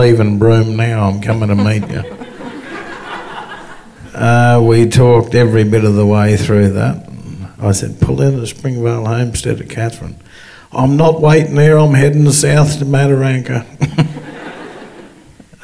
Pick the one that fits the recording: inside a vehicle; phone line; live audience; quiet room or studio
live audience